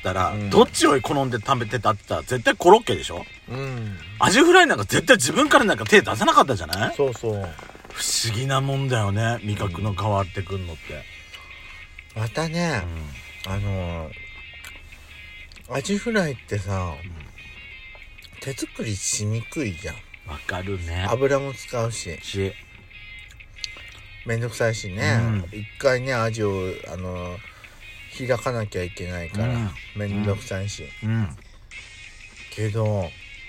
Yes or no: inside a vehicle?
yes